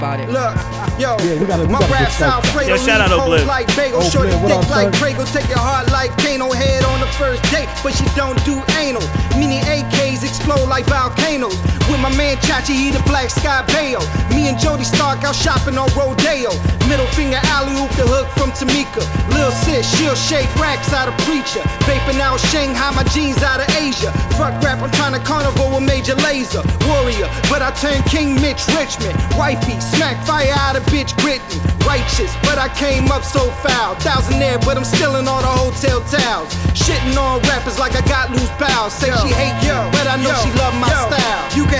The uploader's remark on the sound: Live from Brewer's Café in Richmond, VA.